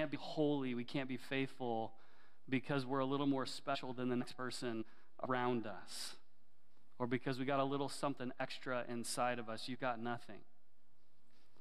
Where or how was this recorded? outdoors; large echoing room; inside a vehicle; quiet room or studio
large echoing room